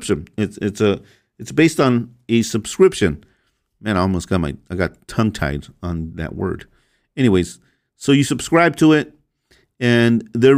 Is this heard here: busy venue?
no